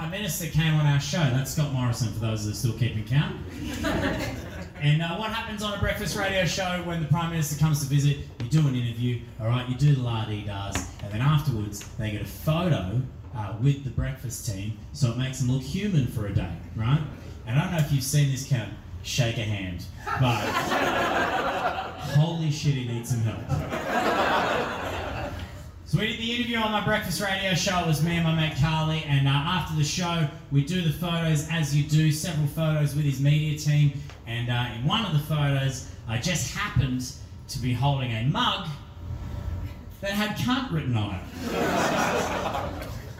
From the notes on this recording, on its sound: This was record as part of my live show Backfired earlier this year.